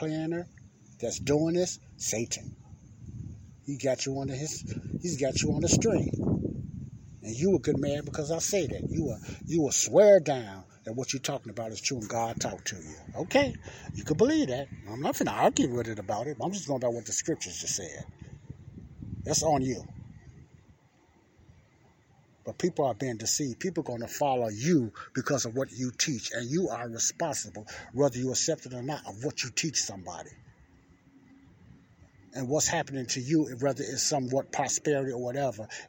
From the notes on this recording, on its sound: this is my outside talk